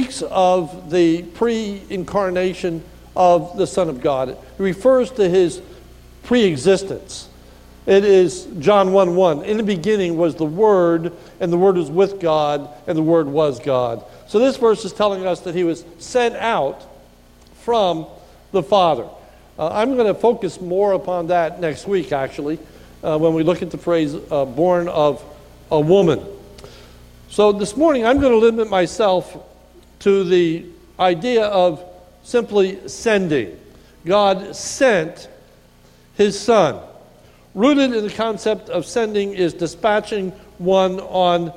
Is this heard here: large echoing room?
yes